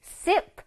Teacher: 앞에 S를 아주 살려줘야 돼. 스 소리를 내야 돼.